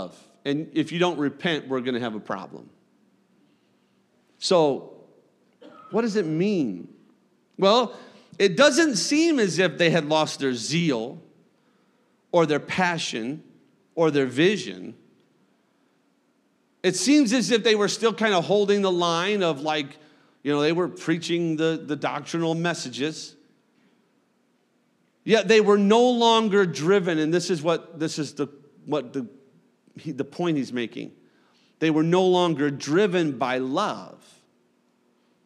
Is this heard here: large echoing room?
yes